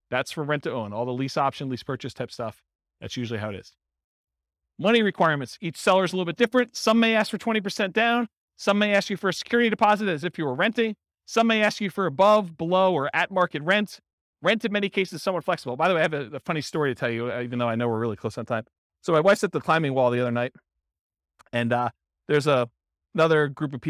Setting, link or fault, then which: setting, live audience